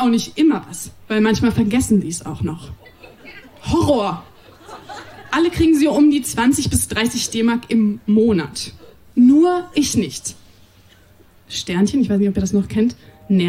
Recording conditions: live audience